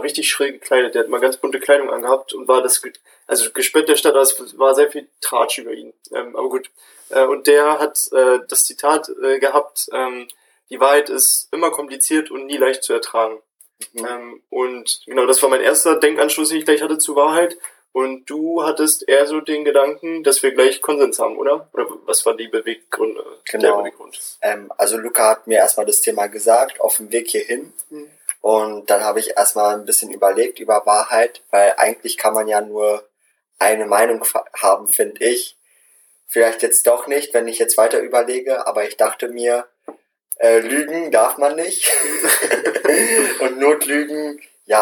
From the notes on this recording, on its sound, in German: Sorry für die Audioqualität in dieser Folge.